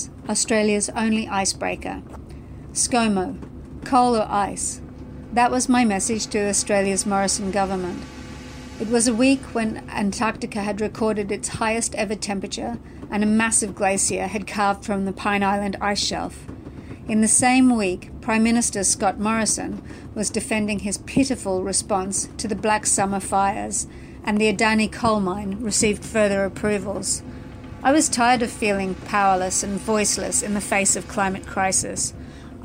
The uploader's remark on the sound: aboard the very vessel her story takes place, The Aurora Australis